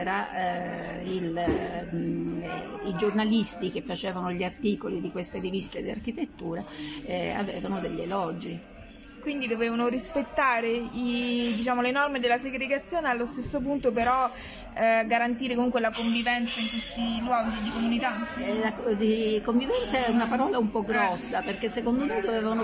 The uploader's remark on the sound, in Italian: Nonostante i rumori di sottofondo